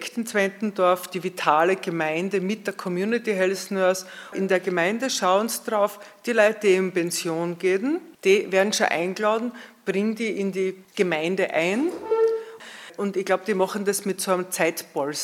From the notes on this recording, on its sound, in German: der anschließenden Diskussion rund um die Wortmeldungen aus dem Publikum